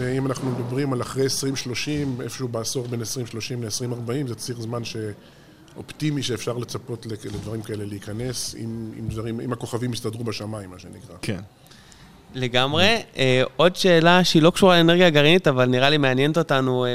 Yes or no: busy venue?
yes